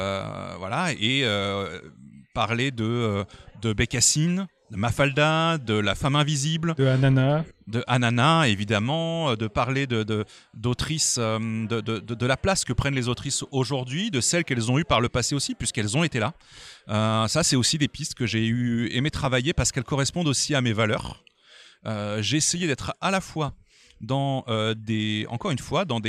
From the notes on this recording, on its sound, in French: lors de la dernière édition du festival Quai des Bulles à Saint-Malo